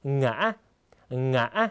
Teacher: เสียงสูงขึ้นแล้วก็กักเสียงที่ตรงกลางนะครับ คล้ายกับการออกเสียง2จังหวะนะครับโดยที่จะหยุดในจังหวะแรกเล็กน้อยนะครับสรุปได้ว่าเสียงนี้นะครับก็คืออ่านขึ้นไปและกักเสียงไว้ตรงกลางนิดนึ